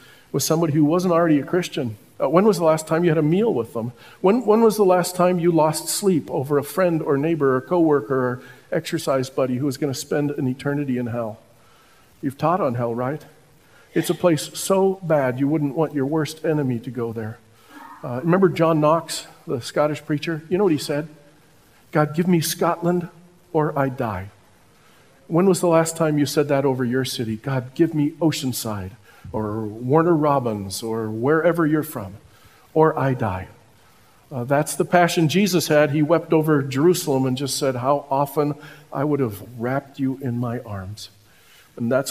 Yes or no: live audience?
yes